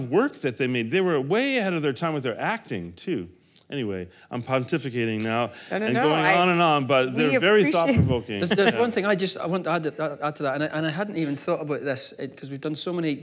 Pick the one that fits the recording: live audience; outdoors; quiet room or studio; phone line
live audience